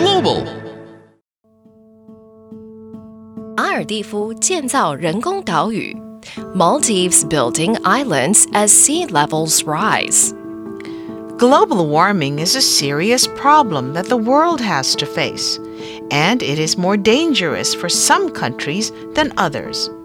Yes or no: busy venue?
no